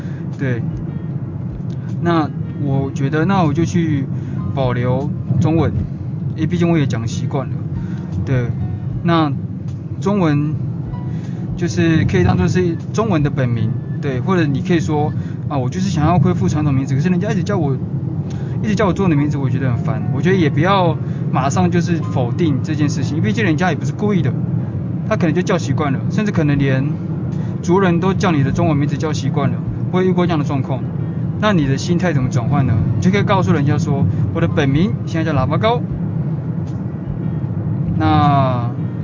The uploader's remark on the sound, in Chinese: 開車的路上。抱歉雜音很多～因為出門時突然靈感想乍現，就直接錄了～。